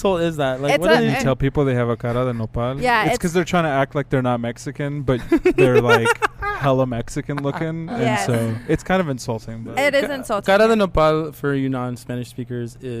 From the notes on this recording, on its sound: We had a chance to do a recording over at The Cotillion, the historic event venue built in 1960.